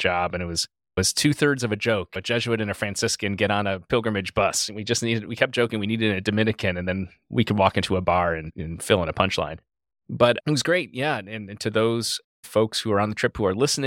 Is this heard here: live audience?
no